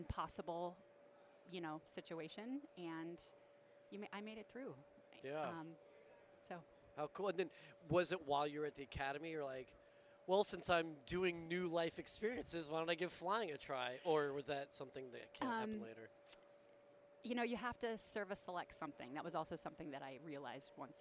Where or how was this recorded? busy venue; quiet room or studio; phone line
busy venue